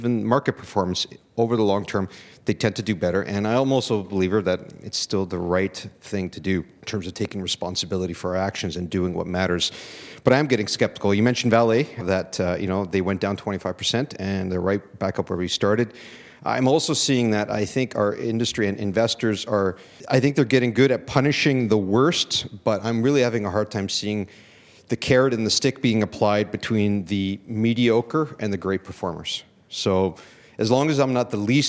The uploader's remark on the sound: This episode feature’s the ESG panel from The Northern Miner’s third annual Progressive Mine Forum in October.